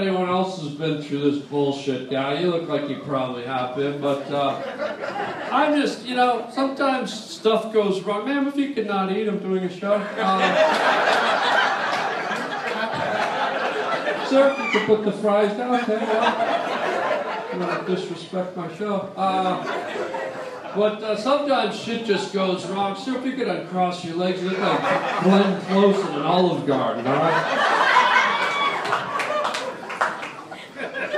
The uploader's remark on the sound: LIVE on the Sunset Strip - Stand Up!